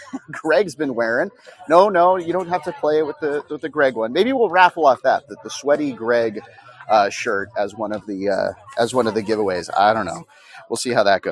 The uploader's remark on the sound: Shamrock Open Live Day 2. Live episode of the Third Shot Podcast with various special guests.